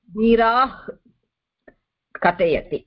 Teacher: It's called jihvamuliya. Jihva, it starts from the base of the throat